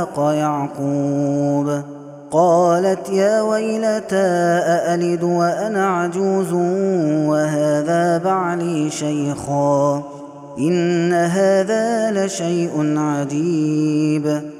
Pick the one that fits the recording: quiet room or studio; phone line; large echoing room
large echoing room